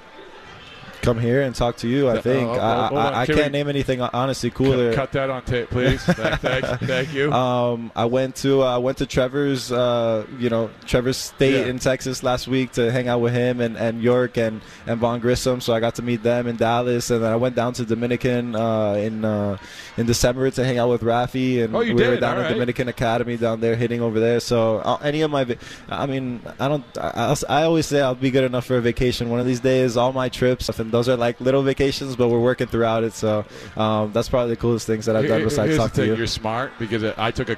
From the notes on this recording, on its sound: live from Red Sox Winter Weekend